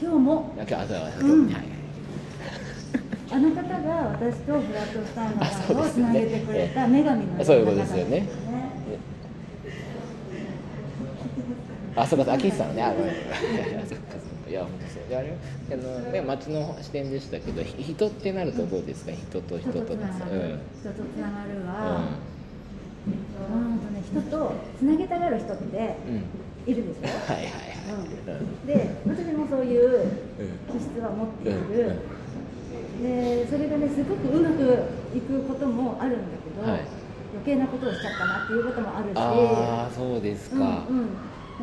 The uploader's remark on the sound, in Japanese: 2022年9月に開催した旧国立駅舎での1週間イベントでの公開ラジオ収録のアーカイブ配信です。